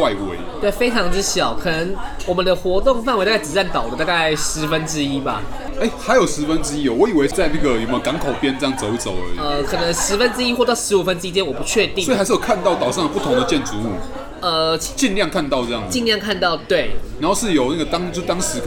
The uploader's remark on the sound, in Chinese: 本集白噪音指數：柔風級 3/5。錄音地點： 九州鬆餅 Cafe - 台北富錦店。